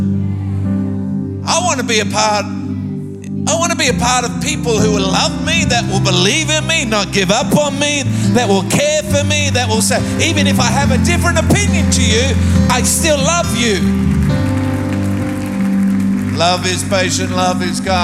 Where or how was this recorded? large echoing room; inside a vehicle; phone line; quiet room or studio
large echoing room